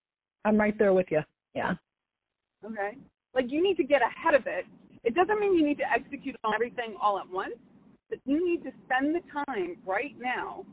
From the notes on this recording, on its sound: All of these coaching calls have been recorded with permission from my clients. Please be aware that these are not studio recordings, and the sound quality may vary. We’ve even combined two of her calls back to back.